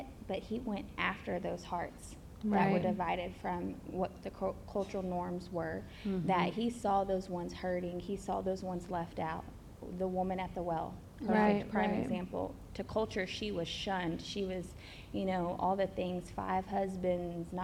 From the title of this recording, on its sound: LIVE at SFL Conference